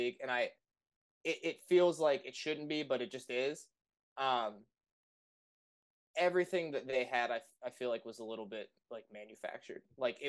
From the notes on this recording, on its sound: The mic audio didn't make it from GarageBand to Premier.